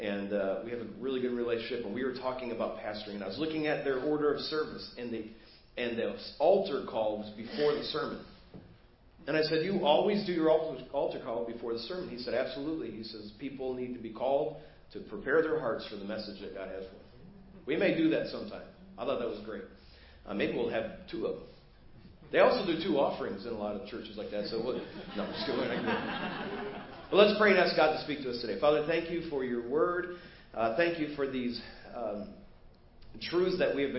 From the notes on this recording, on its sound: Preached at First Baptist Church of Hazel Park